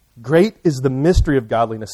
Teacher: The emphasis, the accent lies on the word great.